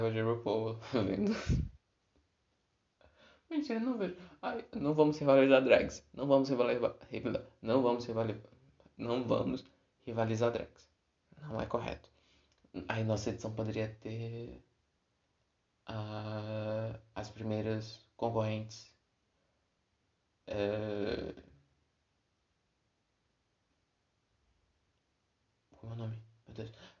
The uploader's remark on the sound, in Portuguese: Neste episódio gravado sem nenhum profissionalismo.